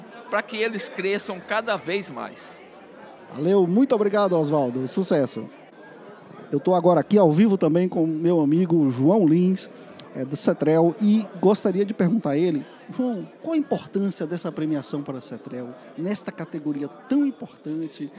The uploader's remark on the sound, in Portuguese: Cobertura ao Vivo do Prêmio Polo de SSMA. A cobertura da entrega do Prêmio Polo de SSMA do Polo Industrial de Camaçari.